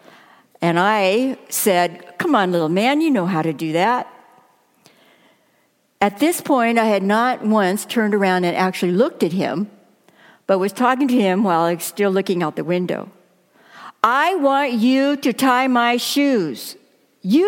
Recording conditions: large echoing room